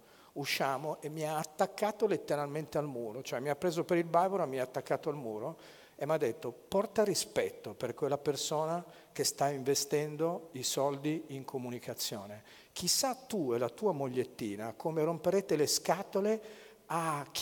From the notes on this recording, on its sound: TEDxLegnano. This talk was given at a TEDx event using the TED conference format but independently organized by a local community.